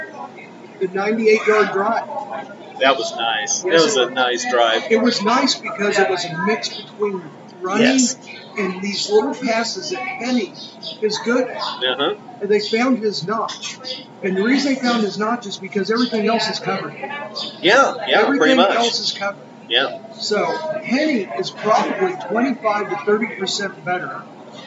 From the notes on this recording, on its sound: live from the city market!